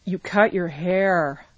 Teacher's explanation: the intonation tends to be kind of flat